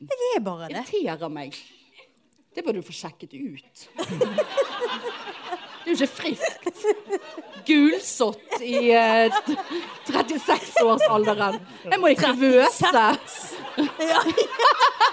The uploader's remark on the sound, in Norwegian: LIVE på Lille Ole Bull. Rett før jul hadde pikene liveshow.